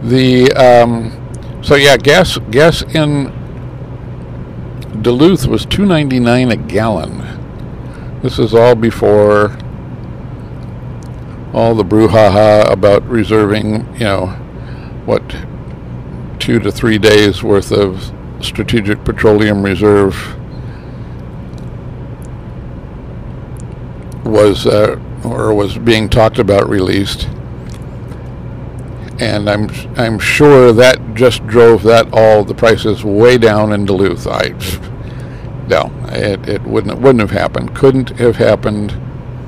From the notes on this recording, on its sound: Some thoughts while driving to Ashland, Wisconsin on this Thanksgiving Holiday Weekend.